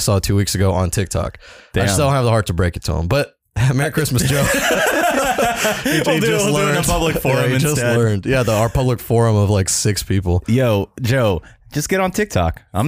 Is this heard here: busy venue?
no